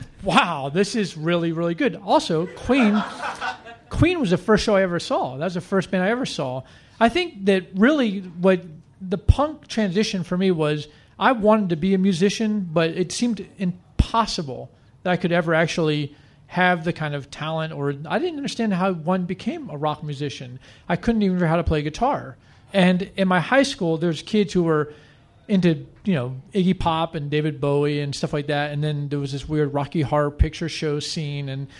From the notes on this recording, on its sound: He joined us live on stage in Washington DC.